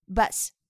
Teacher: 虽然与我们汉语中的啊相似，但是呢，它的口型要更小，要更急促一些啊 · Term: 短音 · IPA: ʌ